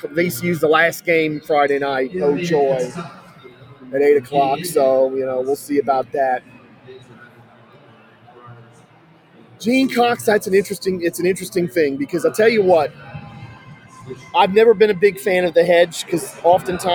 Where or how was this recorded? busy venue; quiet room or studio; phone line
busy venue